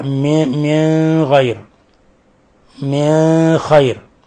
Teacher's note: أبو جعفر يخفي النون الساكنة عند الخاء وعند الغين